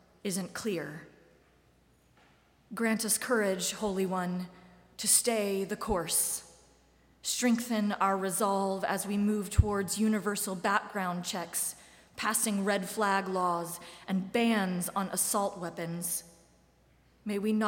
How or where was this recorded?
large echoing room